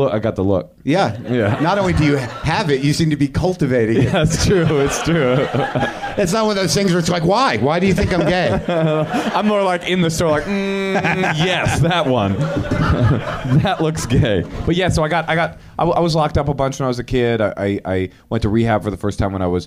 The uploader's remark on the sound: You have the makings of a classic live WTF. Taped 5/21/10 at UCB LA.